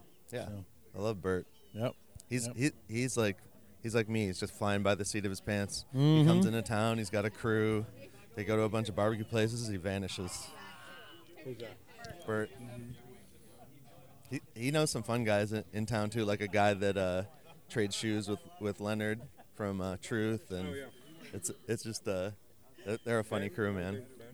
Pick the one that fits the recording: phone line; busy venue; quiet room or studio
busy venue